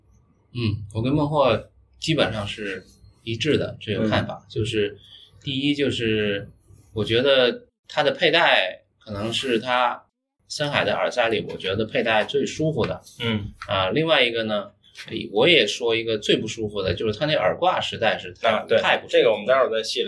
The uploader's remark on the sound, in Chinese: 这次来到了成都。打开手机语音备忘录放在听音室凳子上，就有了这一期节目。敌台展会欢聚一堂的节目一向用手机录制，音质不好赖他们。